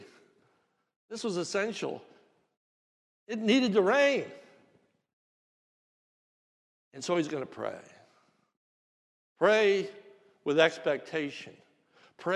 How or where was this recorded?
large echoing room